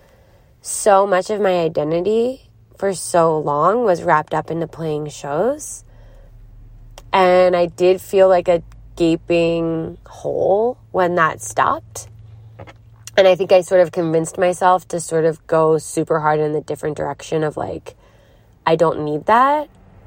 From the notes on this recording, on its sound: Recorded in a car in Philadelphia.